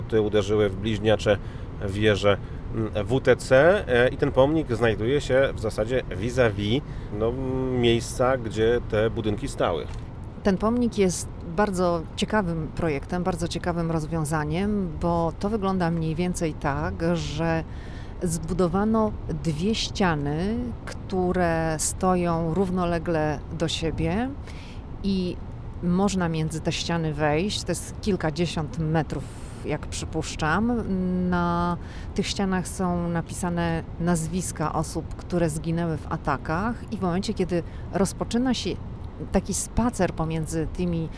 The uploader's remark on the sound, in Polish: Podcast z drogi, trasa : Waszyngton-Nowy Jork. Podcast został nagrany w samochodzie podczas podróży na tym odcinku.